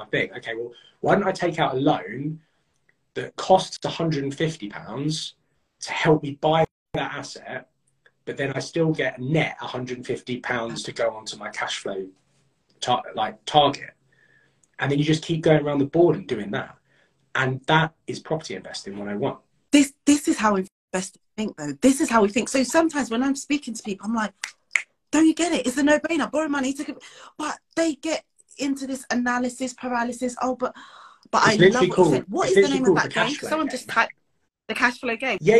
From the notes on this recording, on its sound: This week I’m sharing an instagram live with you